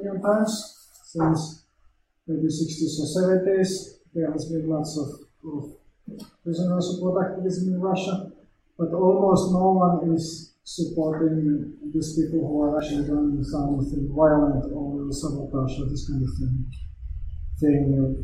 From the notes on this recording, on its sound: Sorry for sound quality issues, my mic had a malfunction the same day and could not find a replacement on short notice.